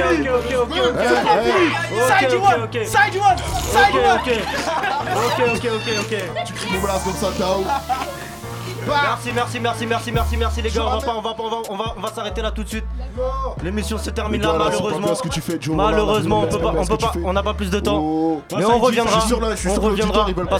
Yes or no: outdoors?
yes